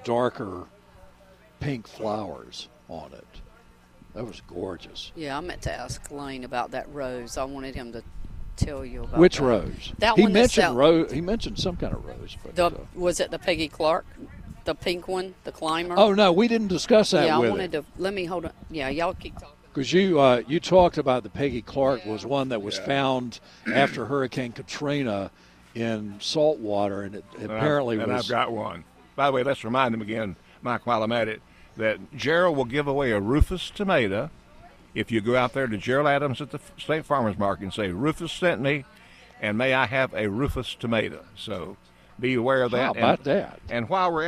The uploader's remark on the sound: broadcasting live from Campbell Road Nursery.